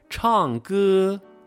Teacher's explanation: 第一声在末尾的时候，唱歌不要掉下来了